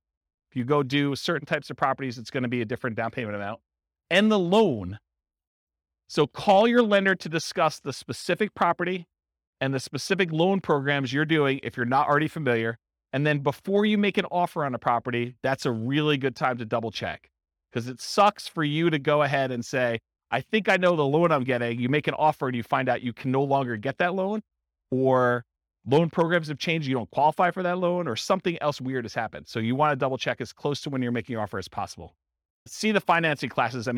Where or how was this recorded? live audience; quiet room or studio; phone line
live audience